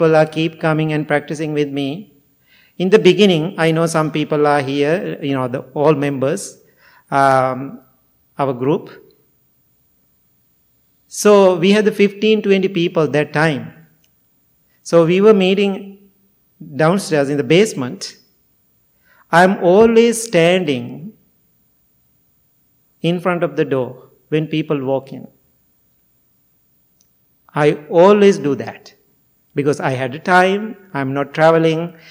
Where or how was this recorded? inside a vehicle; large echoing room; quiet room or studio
large echoing room